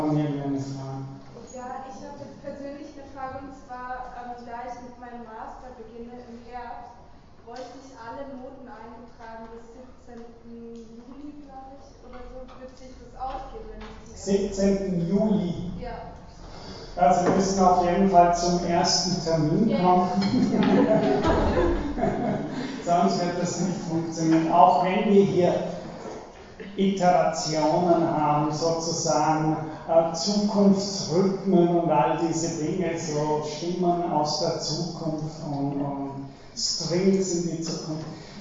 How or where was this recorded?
large echoing room